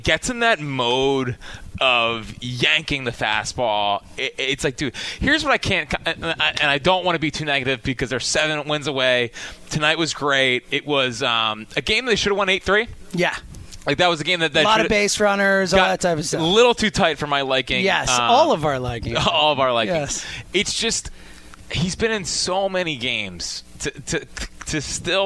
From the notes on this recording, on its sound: live from Citizens Bank Park